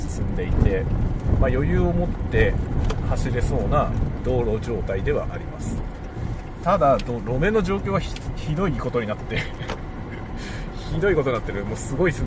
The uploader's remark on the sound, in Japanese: ドライブ雑談。仕事の講演に行く道中、車を運転しながら雑談する車内収録です。使用マイク：TASCAM X6。